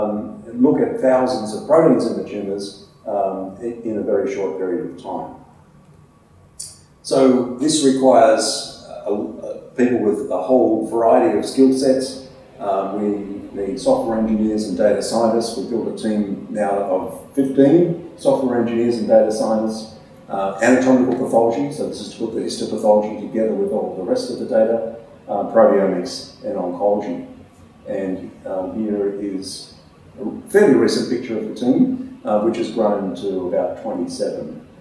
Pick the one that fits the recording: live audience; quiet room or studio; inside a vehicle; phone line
live audience